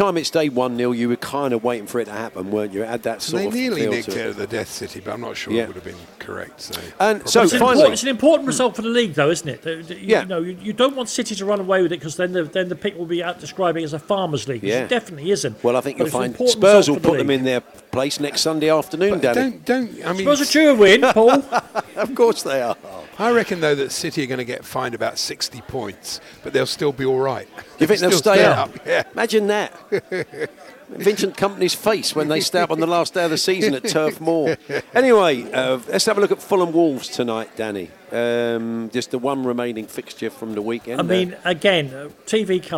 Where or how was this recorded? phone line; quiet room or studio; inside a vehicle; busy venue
busy venue